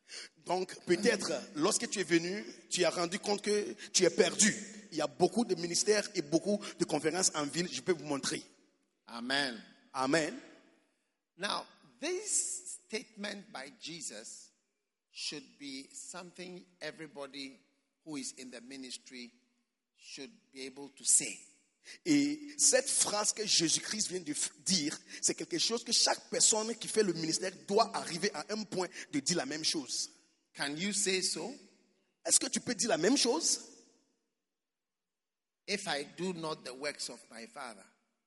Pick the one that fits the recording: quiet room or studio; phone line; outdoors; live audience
live audience